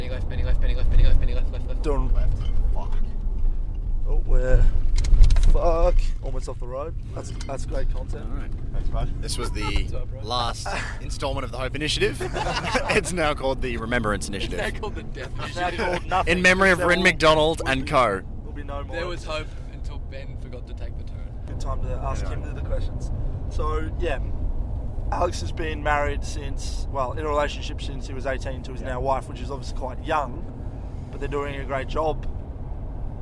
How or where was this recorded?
inside a vehicle